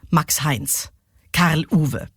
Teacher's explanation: Der Spondeus also besteht eben aus zwei betonten Silben und damit ist so ein bisschen, ja, damit ist das Redetempo gedrosselt. · wenn zwei Vornamen zusammenkommen, dann sind die gleichermaßen beide wichtig und werden beide gleich betont